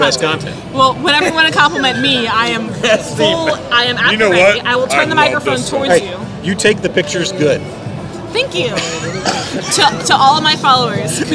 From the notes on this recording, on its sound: Recorded live. Redsfest.